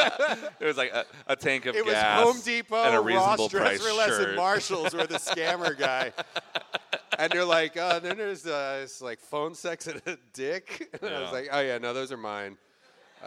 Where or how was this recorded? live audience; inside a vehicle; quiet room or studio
live audience